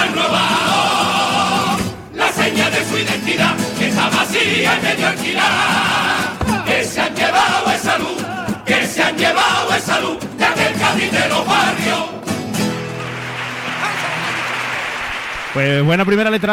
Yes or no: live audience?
yes